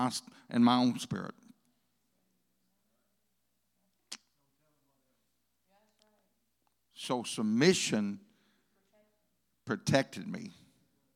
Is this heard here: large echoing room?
yes